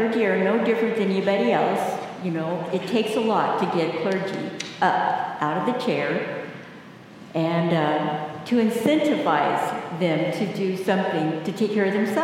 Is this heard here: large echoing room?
yes